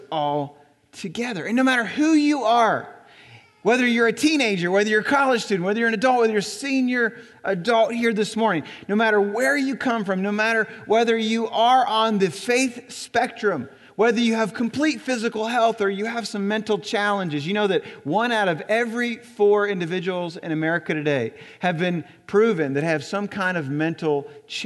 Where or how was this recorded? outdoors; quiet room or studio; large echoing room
large echoing room